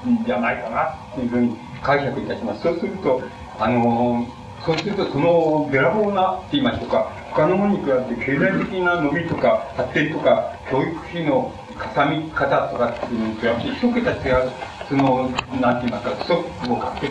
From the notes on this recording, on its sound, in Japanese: 主催：文京区教育委員会 場所：文京区女性センター。客席から録音されたもので 全編にわたってノイズが 入っており音質はよくない。